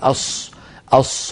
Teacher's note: يقول أص هكذا، يزم شفتيه عند حرف الصاد